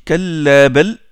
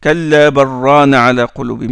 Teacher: Il fait pas l'idgham du lam dans ra et il observe une sakta. · Shown in: first take · Il observe une pause silencieuse, contrairement aux autres qira'at.